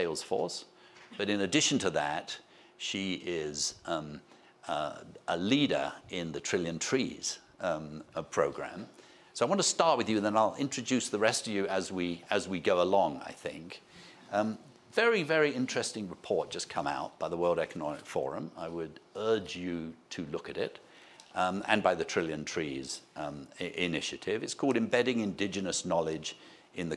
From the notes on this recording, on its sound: This is the full audio of the session at the World Economic Forum's Annual Meeting 2023.